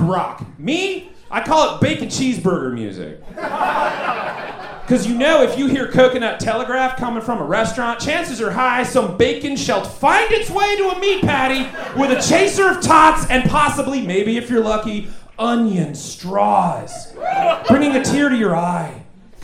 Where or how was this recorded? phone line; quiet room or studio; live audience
live audience